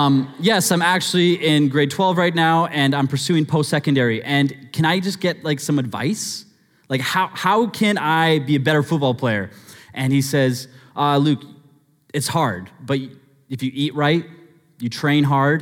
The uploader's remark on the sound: Sermon Audio From Northview Young Adults